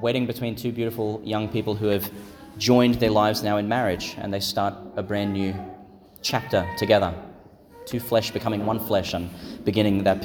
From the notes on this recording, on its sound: Homily for Pentecost Sunday Vigil, delivered in St Patrick's Catholic Church, Calliope, Qld.